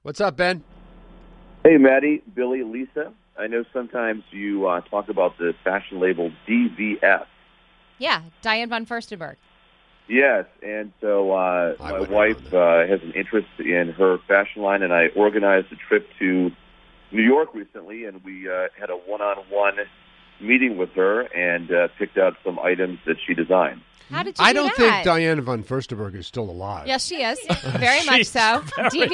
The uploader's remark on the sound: Listeners call